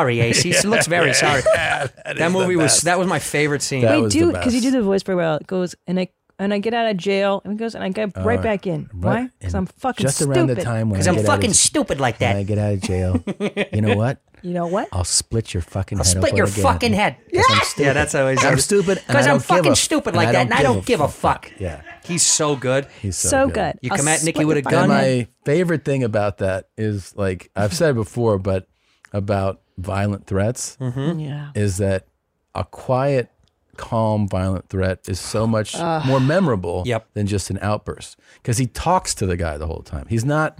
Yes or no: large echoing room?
no